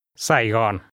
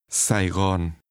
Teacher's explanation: In Vietnamese, this name is pronounced with 2 low falling tones.